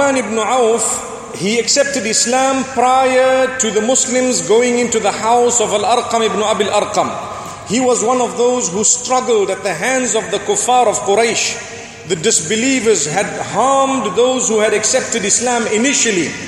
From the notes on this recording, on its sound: Delivered at Tuanku Mizan Zainal Abidin Musjid